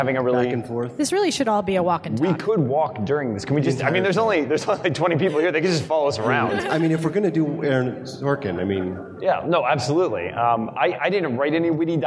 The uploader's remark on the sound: We convened on the Macworld Live stage at Macworld/iWorld 2013